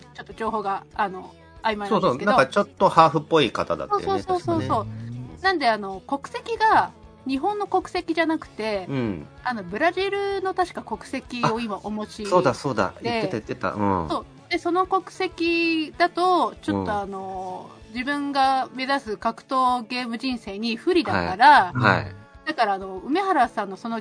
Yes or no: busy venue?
no